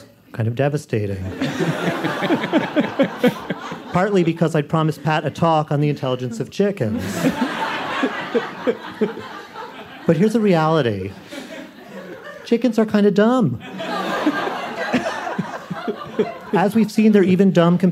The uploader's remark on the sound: The last episode of G, our series on intelligence, was recorded as a live show back in May 2019 at the Greene Space in New York City.